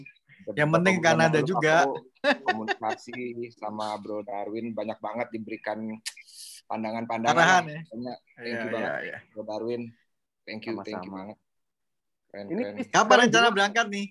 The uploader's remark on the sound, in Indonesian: Sukaaaaa sekali zoom kali ini.